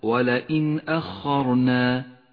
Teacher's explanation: حكم الإظهار في قوله تعالى ولئن أخرنا، النون الساكنة تظهر من غير غنة أو تشديد إذا جاء بعدها همزة